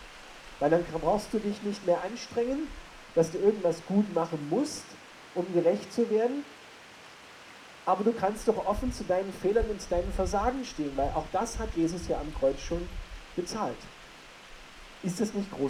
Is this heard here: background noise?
yes